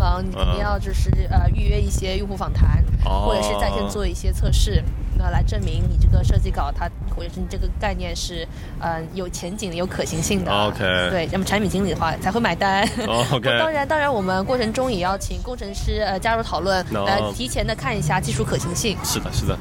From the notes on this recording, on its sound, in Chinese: 户外录音，稍有杂音，多谢谅解！